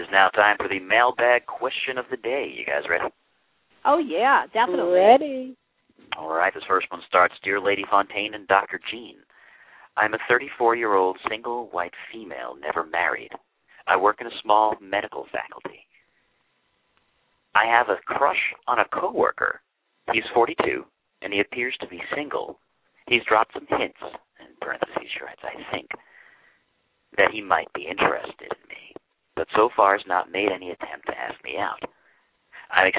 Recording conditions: phone line